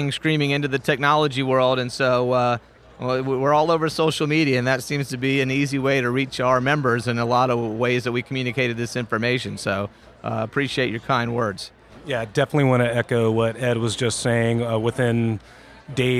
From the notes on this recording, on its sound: recorded at the 2017 Clio Cloud conference